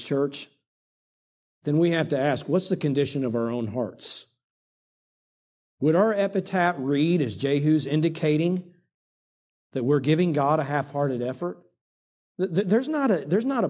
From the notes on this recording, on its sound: during the Sunday evening service on October 22, 2023